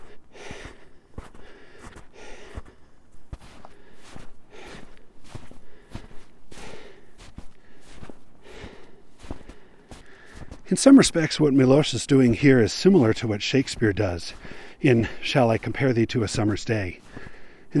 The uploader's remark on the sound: Lastly, it's pretty obvious that this isn't a studio recording where I am sitting in some studio (read: my home office/bedroom) and adding in effects for ambiance. These really are recorded in the field, while I'm (usually) hiking, and dealing with whatever happens to me out there. I'm not working from notes, except for the text of the poem, and sometimes I have to pause to think or remember what I was going to say.